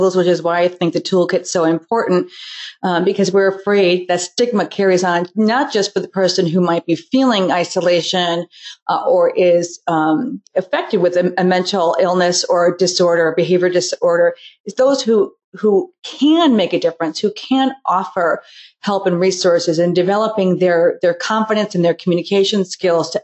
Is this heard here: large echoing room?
no